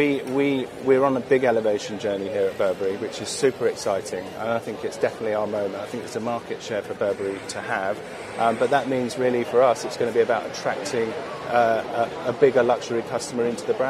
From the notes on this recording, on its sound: Outside Bond Street station in London, which the brand renamed "Burberry Street station" to promote its show.